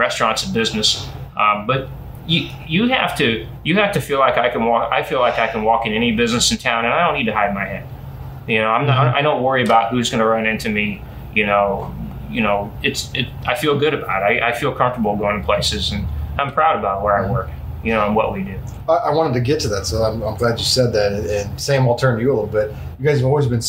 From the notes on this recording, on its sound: from Elijah P's Burgers and Brews in Alton